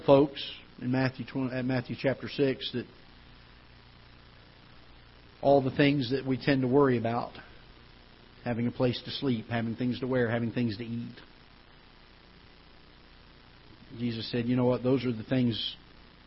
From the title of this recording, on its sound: Ketha Heights Baptist Church ~ Live Broadcast